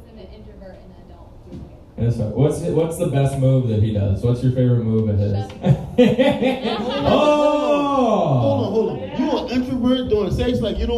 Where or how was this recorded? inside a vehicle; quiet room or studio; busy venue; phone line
busy venue